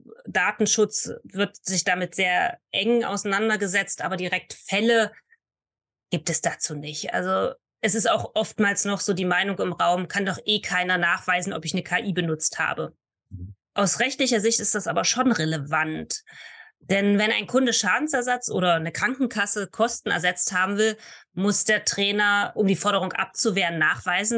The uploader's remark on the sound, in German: einem Zoom-Call